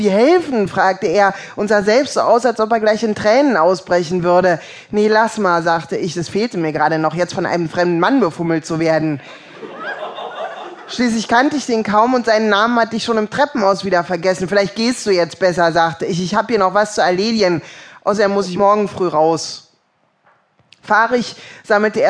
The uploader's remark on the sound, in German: größtenteils live gelesen von den jeweiligen Autoren